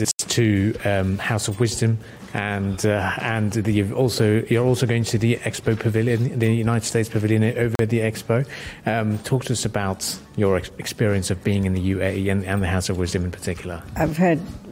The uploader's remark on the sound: Pulse 95 Live from SIBF 21